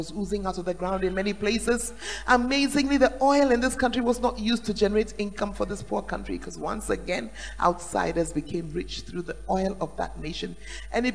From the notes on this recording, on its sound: Preached at the Tuesday Service